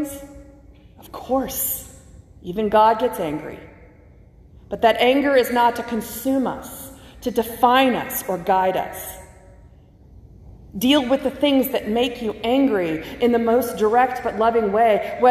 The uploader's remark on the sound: from the August 8 worship service at First Christian Church (Disciples of Christ) in Anniston, AL.